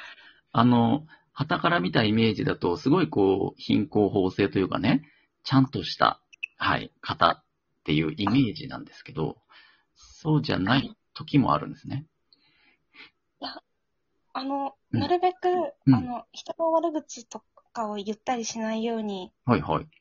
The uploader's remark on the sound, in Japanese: Radiotalkアプリの「リモート収録機能」を使って、ラジオトーカーさんをお友だち数珠繋ぎ方式でゲストにお呼びしていきます！リモート収録 #ラジオトーカー #ゲストと一緒に配信 #2人組 #笑い声あり。